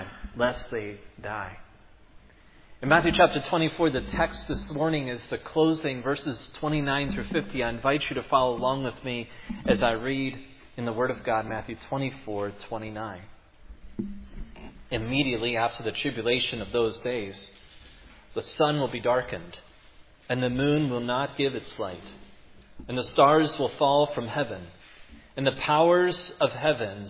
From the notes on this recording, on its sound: preached at Providence Church